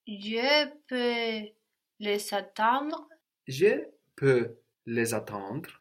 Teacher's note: the reappearing of the S, which sounds like a Z here between vowels · Term: liaison